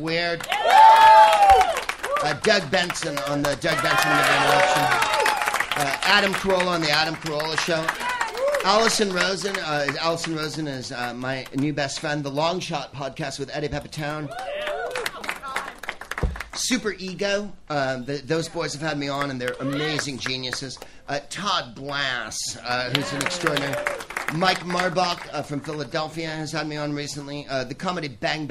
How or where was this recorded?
live audience